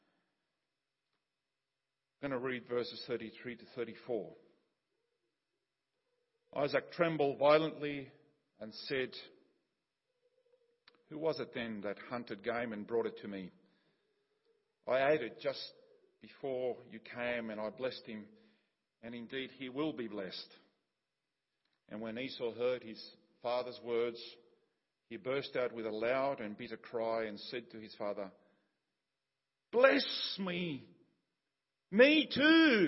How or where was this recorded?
large echoing room